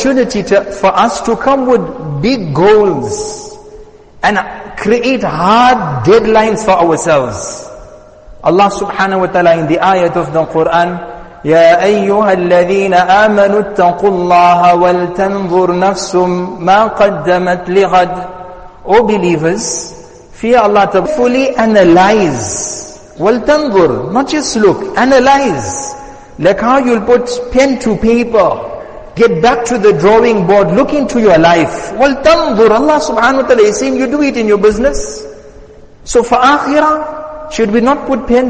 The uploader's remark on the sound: Jumuah Lecture at Masjid us Saliheen